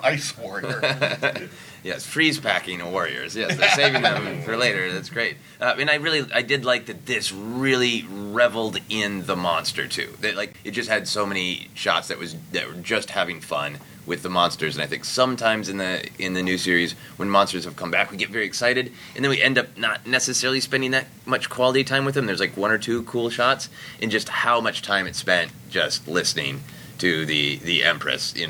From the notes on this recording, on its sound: special podcast recorded at Convergence